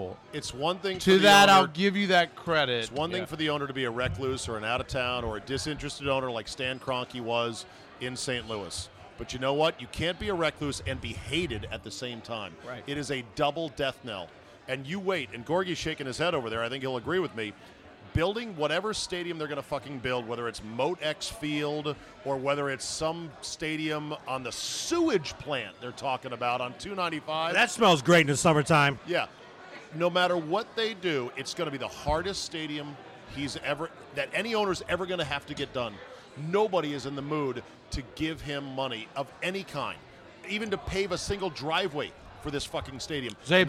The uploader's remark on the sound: RECORDED LIVE at DC PRIME STEAKS in Ashburn VA.